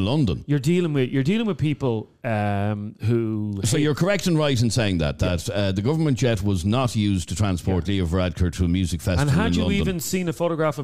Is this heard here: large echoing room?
no